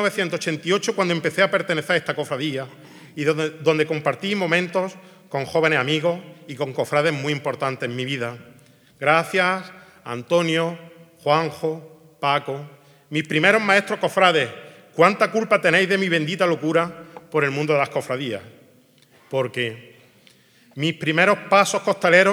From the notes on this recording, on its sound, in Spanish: Emitimos el pregón en directo de la Semana Santa de Jaén 2023. Desde el Nuevo Teatro Infanta Leonor.